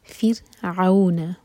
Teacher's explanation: را ساکن باریک ہوگا، اس سے پہلے کسرہ